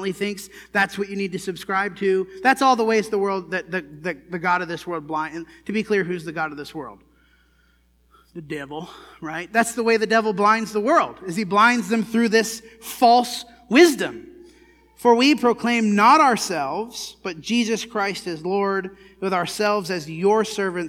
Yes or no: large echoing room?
yes